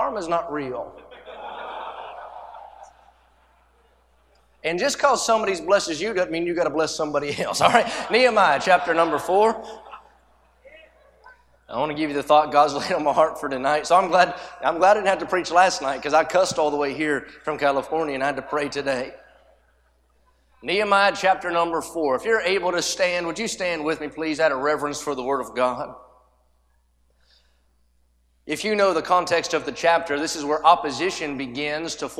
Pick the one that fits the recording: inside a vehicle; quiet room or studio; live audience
live audience